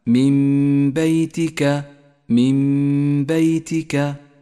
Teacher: نسقط النون من اللفظ ولذلك لونت باللون الرمادي، ونستعيد عنها بميم نقف عليها بغنة زمنها حركتان، وقد لونت الميم بالأخضر إشارة إلى موقع الغنة. · Term: الإقلاب